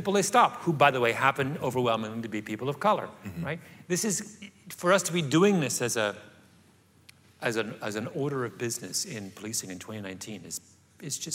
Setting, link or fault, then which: setting, live audience